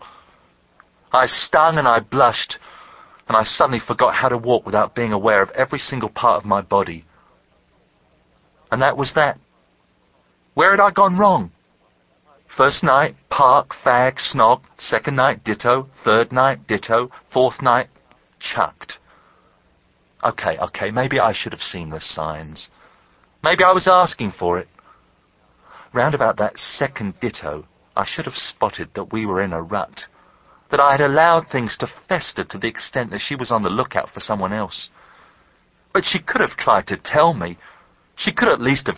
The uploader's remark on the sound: You hear his own voice echo his words often. Other times he sounds like he is reading in the car.